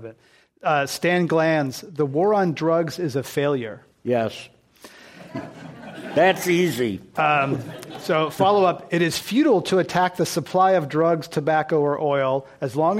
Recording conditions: live audience